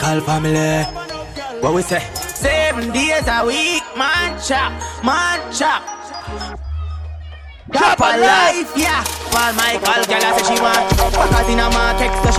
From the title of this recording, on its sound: LIVE AT ISLAND SATURDAYS